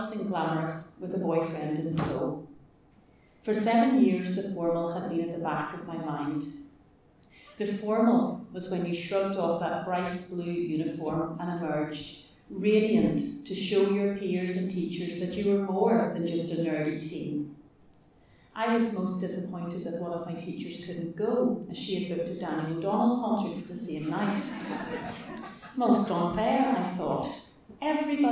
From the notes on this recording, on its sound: Tenx9 is a live event where nine people have up to ten minutes each to tell a true story from their own life.